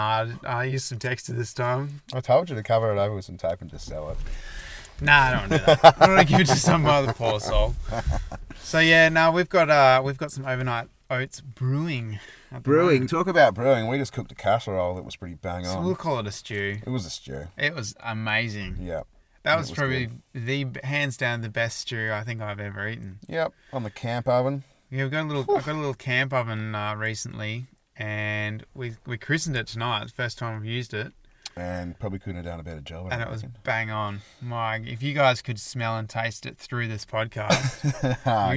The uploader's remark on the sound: we recorded this episode in the car studio